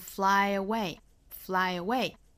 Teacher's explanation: fly away 加一个小小的 ye 的发音，并不是十足的 ye 啊，而是半个 ye 的发音 · Term: 连读